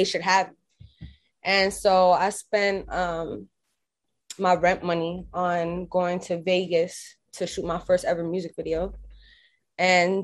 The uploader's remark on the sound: full zoom interview